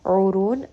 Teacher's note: ayn is going to be from the middle of the throat. Ra is going to be heavy.